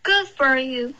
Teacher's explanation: Good 结尾呢，你的舌尖要顶上颚，导致一个干脆的停顿。